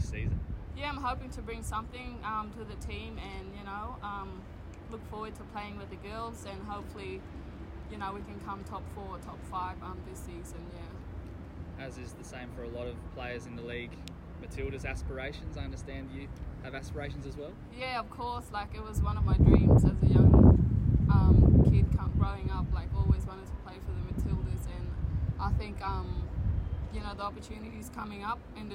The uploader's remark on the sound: Liberty A-League Season Launch | Press Conference.